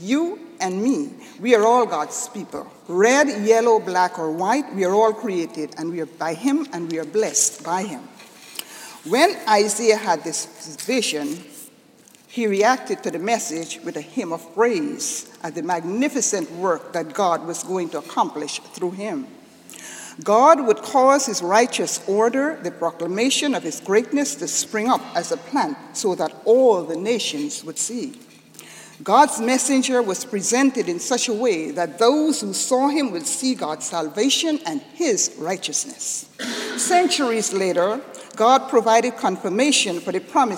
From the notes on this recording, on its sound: This sermon was delivered on Sunday, December 11, 2011 at Jan Hus Presbyterian Church and Neighborhood House in New York City.